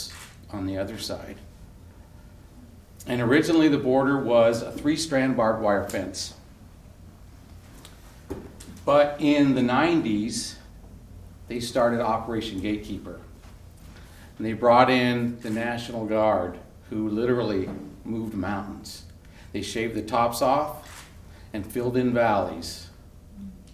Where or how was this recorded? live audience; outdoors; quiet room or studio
live audience